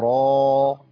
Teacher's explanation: الراء عندي مفخمة لأنها محركة بفتح